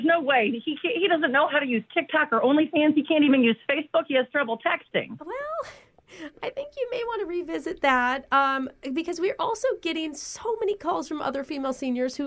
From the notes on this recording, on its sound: Phone Tap